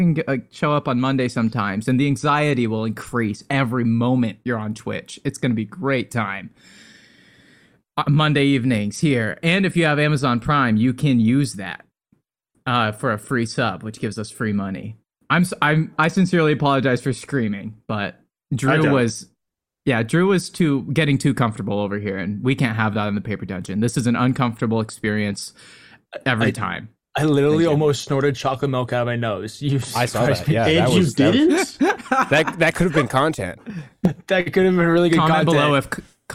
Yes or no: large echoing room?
no